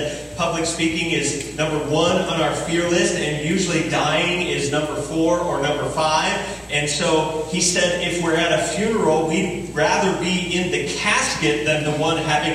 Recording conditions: poor sound quality